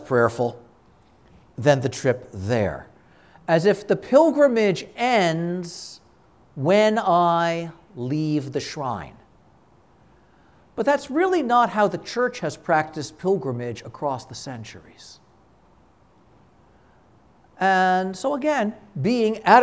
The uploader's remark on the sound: This conference was given at a Shrine.